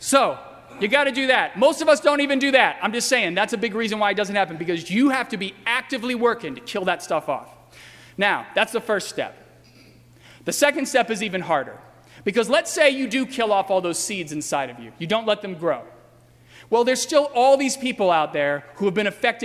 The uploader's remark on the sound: during the 11:00 AM Good Friday service on Sunday April 1, 2018 at First Presbyterian Church of Arlington Heights, Illinois.